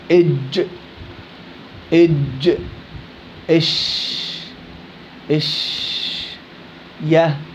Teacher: إذا الكاف تخرج من أقصى اللسان تحت مخرج القاف مع ما يحاذي من الحنك، كذلك الأمر الحنك العلوي. وسط اللسان يخرج منه الجيم والشين والياء غير المادية مع ما يليه من الحنك